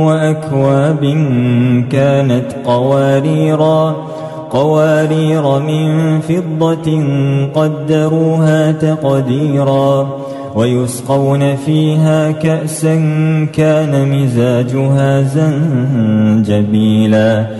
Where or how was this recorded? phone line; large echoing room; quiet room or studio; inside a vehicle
large echoing room